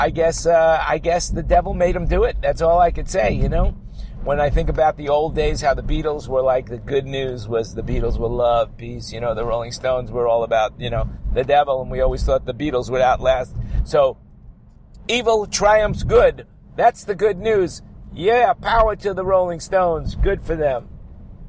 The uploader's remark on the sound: While driving in my car from where I am to where I am going or wherever I happen to be when inspiration hits me to record another podcast.